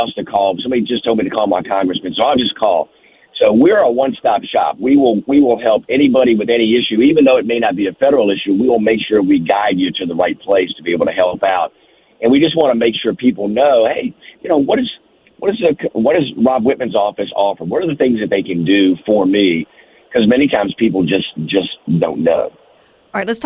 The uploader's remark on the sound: Next to call in to the show this morning